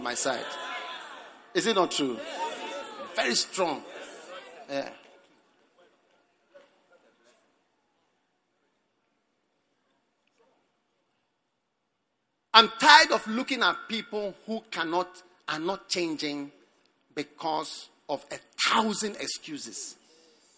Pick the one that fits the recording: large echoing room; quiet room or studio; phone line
large echoing room